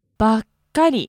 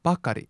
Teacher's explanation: This word has a short pause in it, in between the ba and the ka. · Shown in: first take